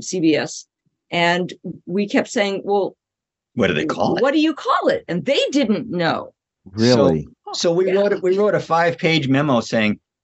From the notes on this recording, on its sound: We were thrilled to have them in our Zoom studio.